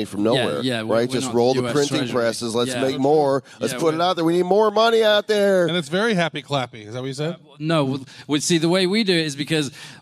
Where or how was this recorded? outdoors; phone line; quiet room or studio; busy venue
busy venue